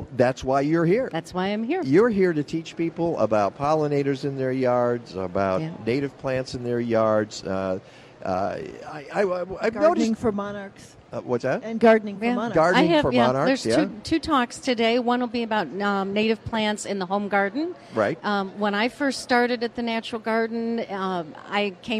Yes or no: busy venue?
yes